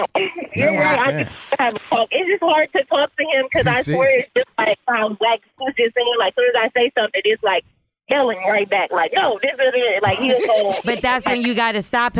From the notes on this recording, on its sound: Went through some voicemails listeners left. More over they opened up the phone lines for "Who's On Drugs". We also had the phone lines opened for any advice callers need as well.